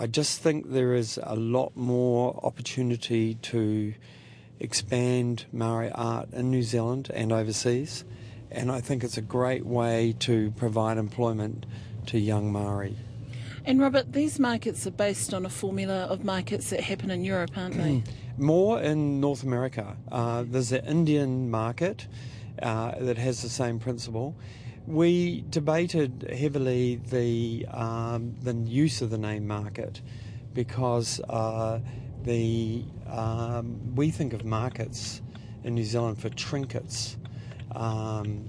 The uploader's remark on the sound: Takes a ride in what is effectively a rolling billboard alongside its owner. Through the streets of Wellington.